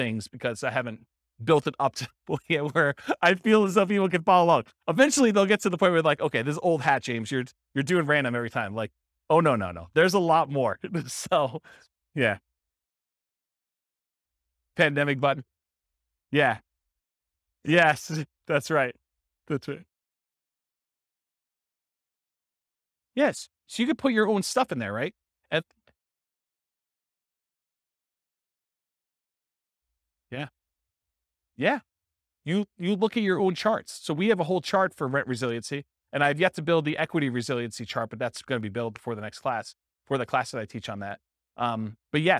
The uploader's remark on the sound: This was a live class recorded